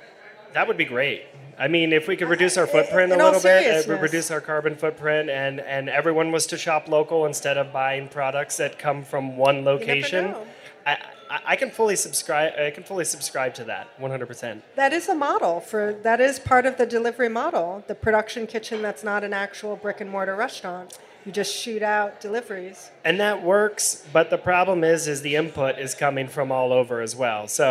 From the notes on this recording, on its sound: Tech Bites Live at Industry City. Was recorded live at BIG aLICe Brewing Co.